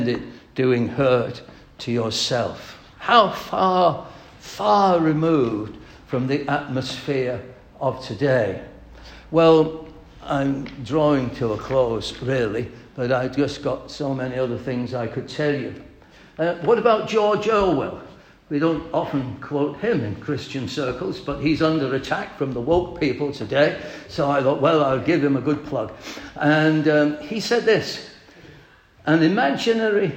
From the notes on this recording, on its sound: At the 2023 Britain’s Only Hope - the Gospel Conference